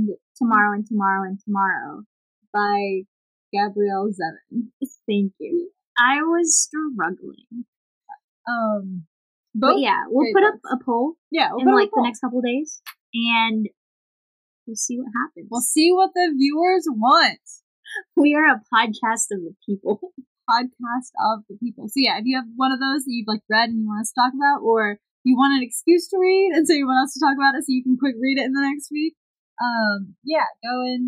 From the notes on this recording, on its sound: We're In The Same Room. Battling through weird audio issues (in the first half of the episode).